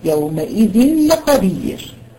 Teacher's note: أي تنوين وراء حرف اللام، يومئذ لخبير، ده إدغام بدون غنة